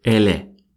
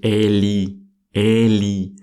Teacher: мы очень часто делаем подмену звука «И» на звук «Э» · Shown in: second take · Поэтому, чтобы у вас не звучало непринужденное «Эли», вы должны произносить именно «Эли», «Эли», для того, чтобы было слышно эту букву «И». · Term: звук «И»